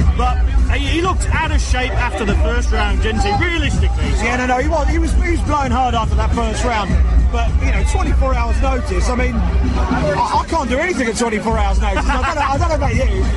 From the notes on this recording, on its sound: BAMMA 7. Live reaction from cageside.